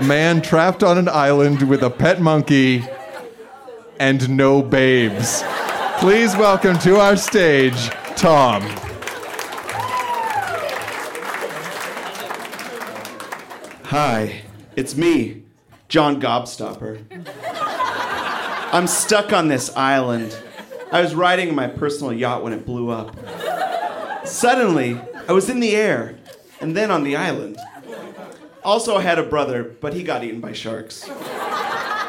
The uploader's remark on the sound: Recorded live at The Club in Banff, Alberta.